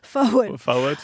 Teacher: there's no R in forward, and if there is, it's optional